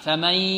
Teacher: فمن 50% من الفم و 50% من ماذا؟ من خيشوم · Term: إدغام بغنة